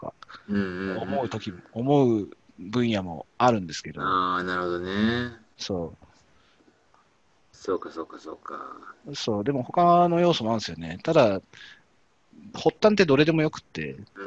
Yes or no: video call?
yes